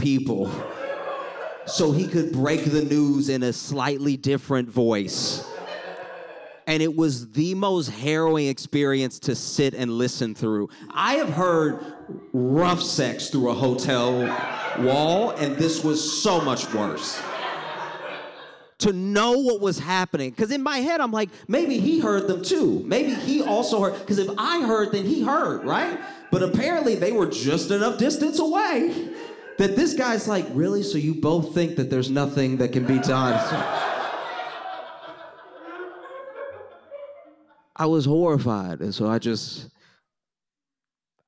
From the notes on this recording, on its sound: shared their stories at our annual Proton Prom fundraiser this week